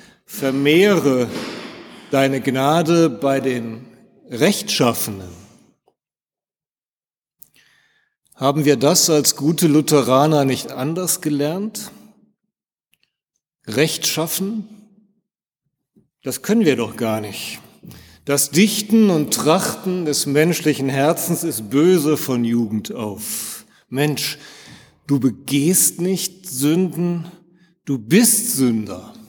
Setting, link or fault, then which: setting, large echoing room